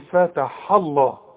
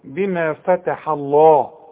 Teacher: رقق لي الحه عند الوقف وعند الوصل لانها دائما مرققة · Shown in: second take